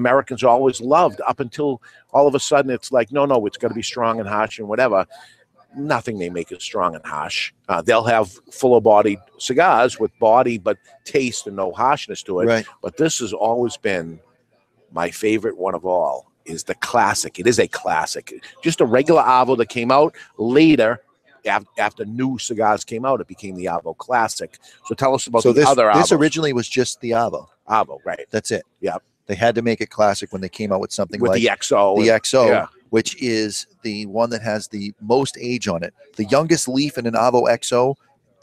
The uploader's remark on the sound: This week we are live from Seabrook where there is an Avo Savoring The Moment event going on.